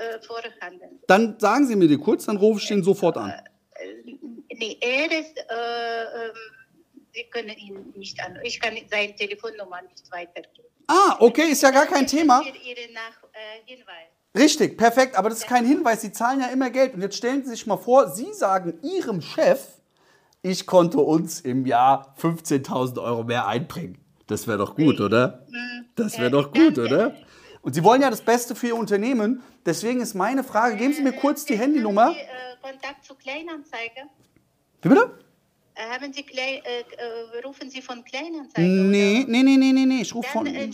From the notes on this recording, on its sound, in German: Live-Telefonie | Uncut. Aus 5 Cold Calls einen Termin vereinbart.